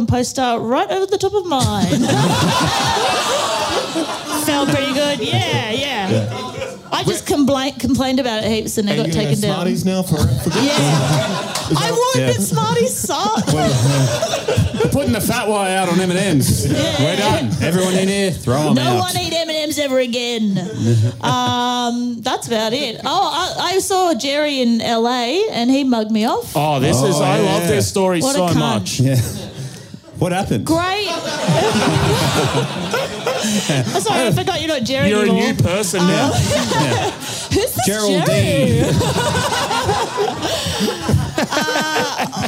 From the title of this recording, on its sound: Live Show Melbourne